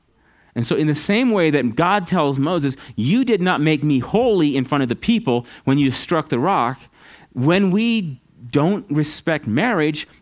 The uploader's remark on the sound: at Living Water Fellowship Denver's Sunday morning service on October 9th 2022.